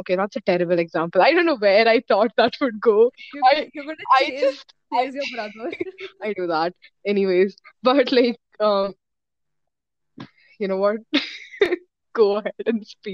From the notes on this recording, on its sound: This is my first ever collaboration, apologies for the bad audio.